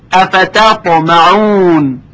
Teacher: حرف ت که ترقیق میشه قبل از حرف تا که تفخیم میشه واقع شده